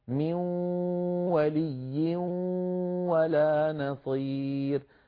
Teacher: أنطق صوتا مخلوطا من نون بقي منها غنتها وتحول جزءها اللساني إلى واو · Term: حرف فرعي